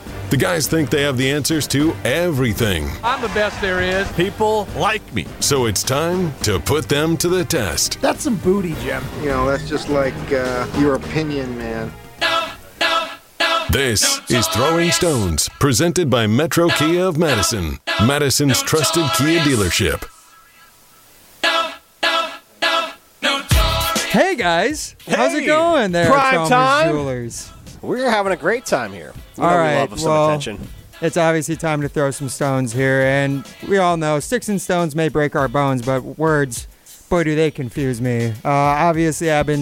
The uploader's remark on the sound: live from Chalmers Jewelers in Middleton